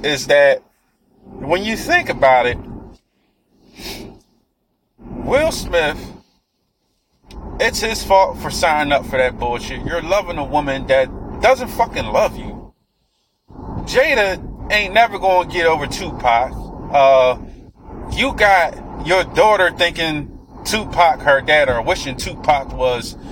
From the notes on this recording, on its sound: I was driving while recording.